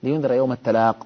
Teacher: الجمهور يقف عليها بحذف الياء